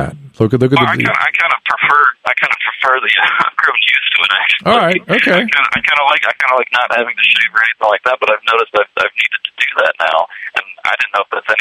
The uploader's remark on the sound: spends the whole podcast taking phone calls from the listeners